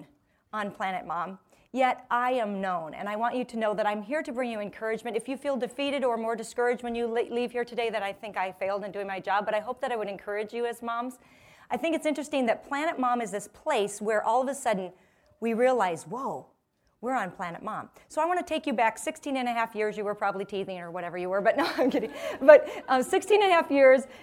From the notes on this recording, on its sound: This episode contains a portion of a talk given to a live audience.